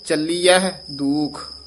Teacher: ਚੱਲੀਐ ਨੀ ਕਹਿ ਦੇਣਾ, ਹਾਹਾ ਵੀ ਉਚਾਰਨ ਕਰਨਾ